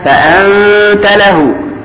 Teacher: فأنت له، النون بعدها تاء، نون ساكنة بعدها تاء حكمها الإخفاء بغنة